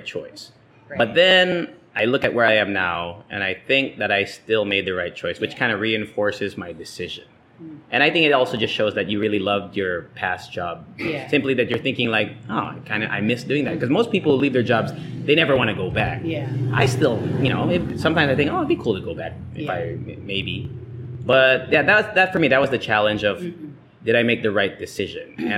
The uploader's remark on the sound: THHS LIVE! at the 1C Coffee Amphitheater. Our first ever Leche Fan meetup, recorded at 1C coffee. Recorded using the ELGATO WAVE 1 Microphones.